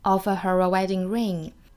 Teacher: 那么如果连起来就记得加一个 r 的音了